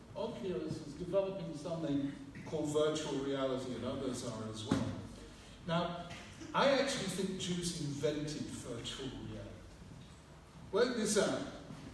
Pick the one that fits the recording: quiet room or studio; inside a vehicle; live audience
live audience